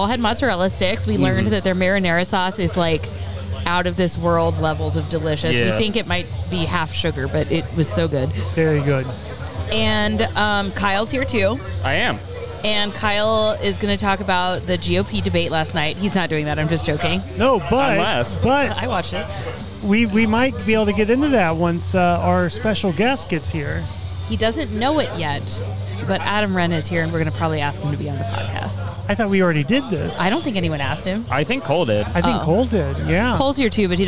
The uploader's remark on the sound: Music at Mike’s. Live from Mike's in Haughville.